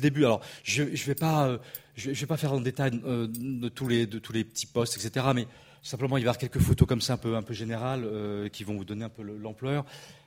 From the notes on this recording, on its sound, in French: Enregistrée le 11 avril 2016 dans le cadre du colloque « Ce qu’exposer veut dire.